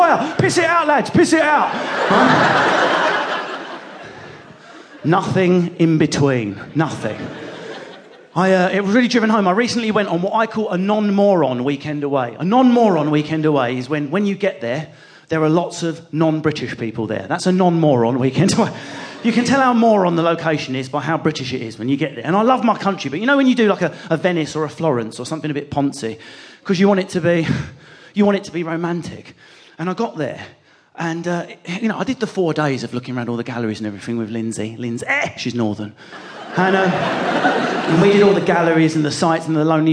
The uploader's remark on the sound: Recorded live in Londons theatre land at the Vaudeville Theatre.